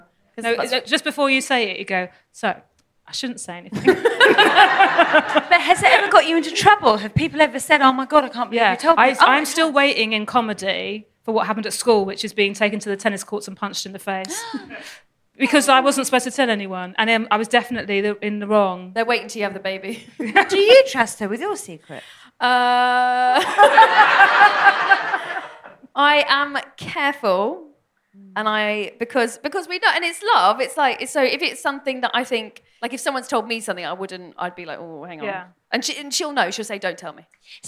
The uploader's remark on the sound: Live at 21Soho. In a special live recording of the podcast.